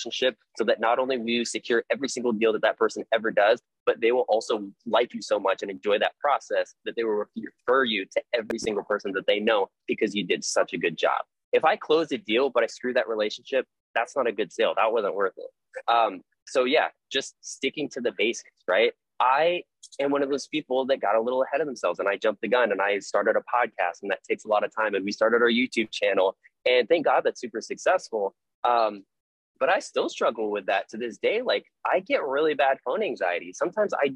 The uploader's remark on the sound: With eXp Realty out of California and we recorded a live webinar. Link to my equipment: Microphone - Phone Tripod.